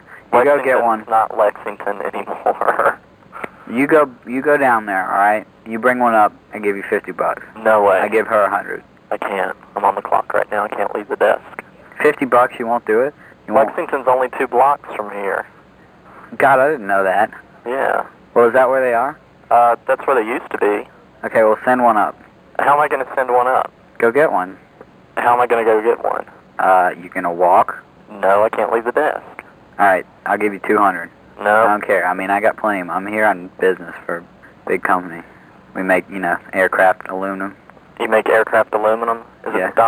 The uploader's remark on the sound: RBCP's Personal Prank Phone Calls Collection